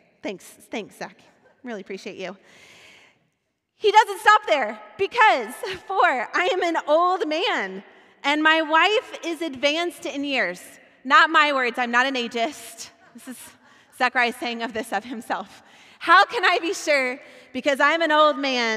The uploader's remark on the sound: Recorded at our Sunday gathering on December 12th, 2022 in Port Orchard WA.